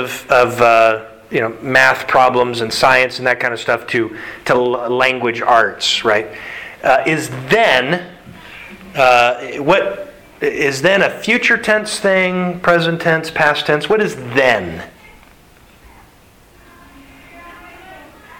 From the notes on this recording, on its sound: Sermon delivered to the Galena Bible Church.